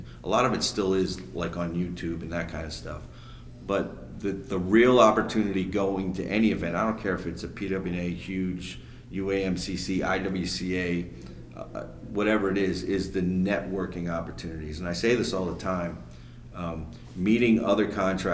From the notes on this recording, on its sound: Live From The PWNA Event. The convention they just put on in Orlando.